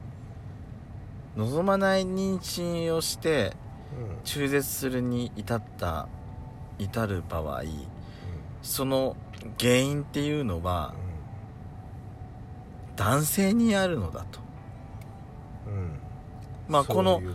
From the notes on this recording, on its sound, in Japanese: パーキング収録。